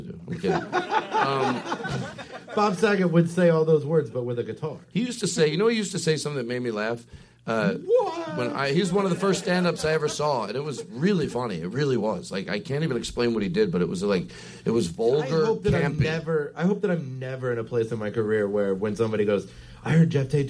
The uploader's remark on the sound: Live from The Comedy Attic. In Bloomington, Indiana!